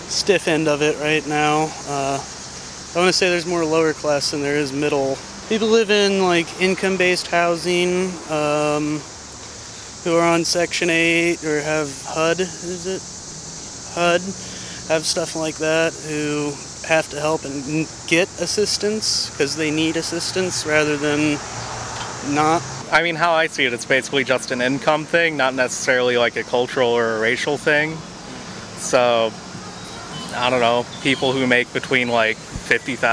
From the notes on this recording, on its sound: Voices in the Street hit the streets to ask Bloomington residents